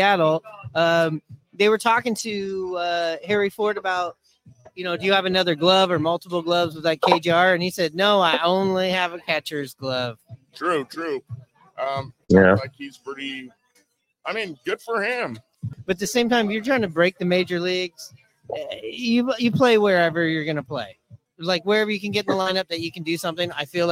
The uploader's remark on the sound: Recorded at MVP's in Edmonds Washington.